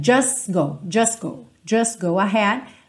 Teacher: A gente tem tipicamente essa omissão do T